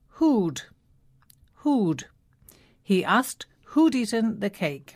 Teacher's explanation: So had is shortened to just a d sound. · Term: short d sound